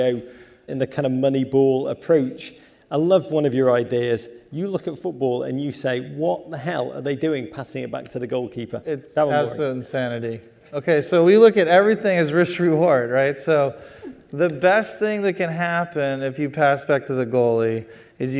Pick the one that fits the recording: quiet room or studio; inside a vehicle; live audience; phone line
live audience